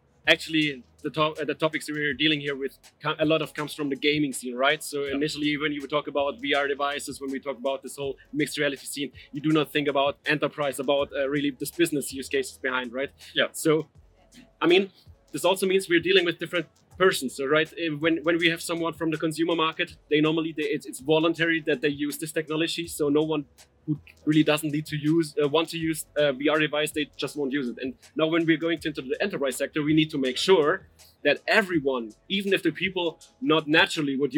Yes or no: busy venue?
yes